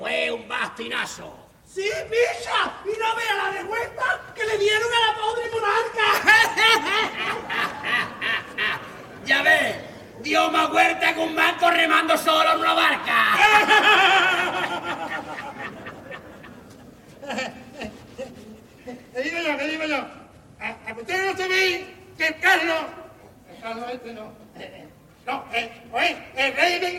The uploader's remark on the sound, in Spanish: En las preliminares del COAC 2024. En directo desde el Gran Teatro Falla de Cádiz, escucha la retransmisión del Concurso Oficial de Agrupaciones Carnavalescas del Carnaval de Cádiz 2024 en Onda Cero Cádiz.